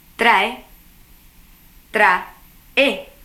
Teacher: dos vocales abiertas no forman diptongo. Por tanto, cada una pertenece a una sílaba distinta. Van en hiato.